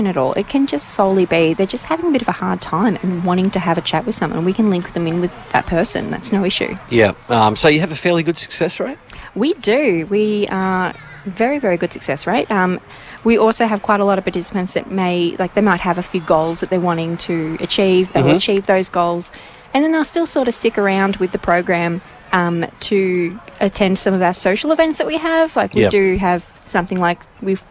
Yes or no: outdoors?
yes